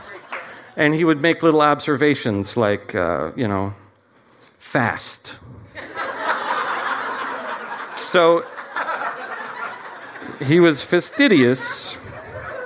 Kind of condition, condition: setting, live audience